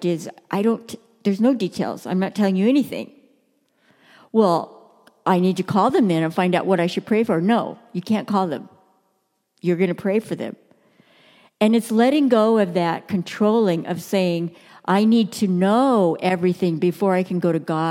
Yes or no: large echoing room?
yes